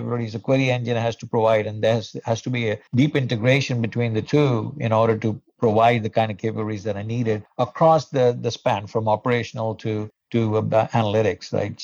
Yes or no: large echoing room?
no